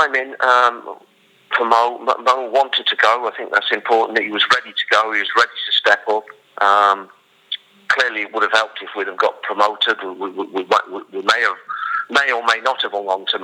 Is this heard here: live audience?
no